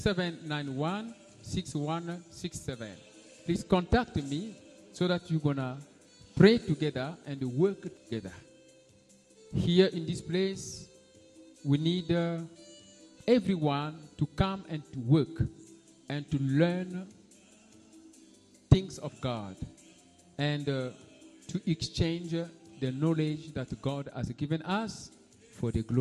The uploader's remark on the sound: Sunday Live Service